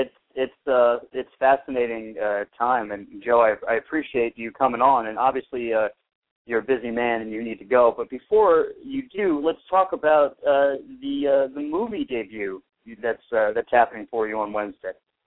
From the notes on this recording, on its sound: will call into the show